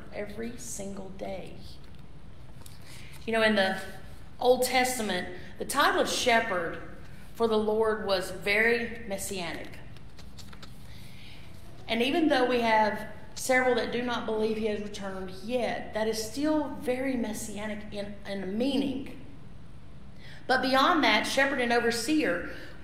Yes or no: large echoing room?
yes